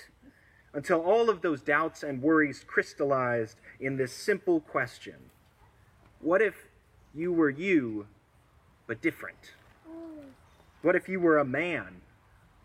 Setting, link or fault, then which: setting, outdoors